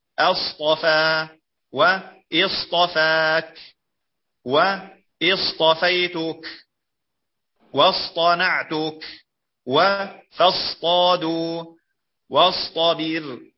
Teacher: فإن التقى بالطاء أنعم بيانه وأعطي حقه من الإطباق والاستعلاء، وإلا انقلب سينا · Term: الصاد